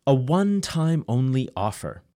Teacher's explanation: The number one is spelled with an O, but it has a W sound, which is a consonant sound